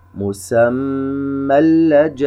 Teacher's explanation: تنوين على كلمة مسمى وبعدها حرف اللام، إذن إدغام بغير غنة، لا نغن حرف اللام بغير غنة، لا نقول مسمى لجاءهم، خطأ، فقط نعطي الشدة حقها التي تأتت من الإدغام على حرف اللام